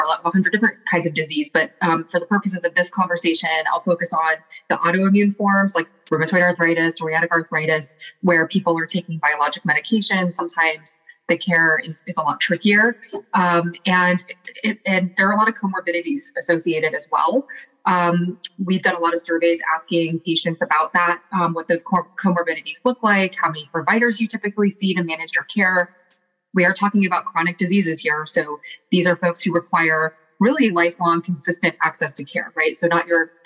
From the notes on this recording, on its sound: From WEDI's 2023 Spring Conference, 4 patient advocate professionals discuss.